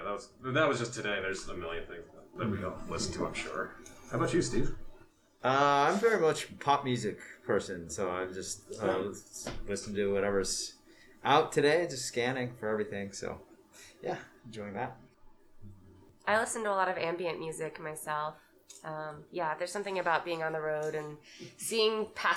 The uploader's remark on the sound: at the Minibar